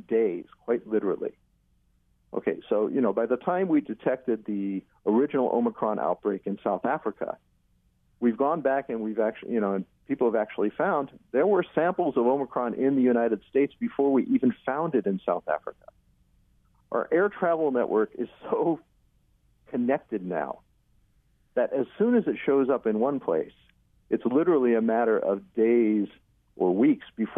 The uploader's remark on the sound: during a live call-in show